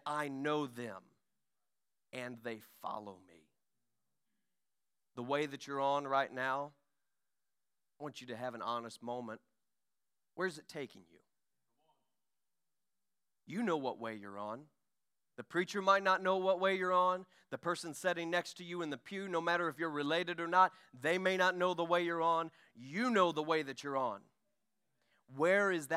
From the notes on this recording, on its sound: During our Sunday morning gathering. We are an Apostolic, Pentecostal church located in Poplar Bluff, Missouri.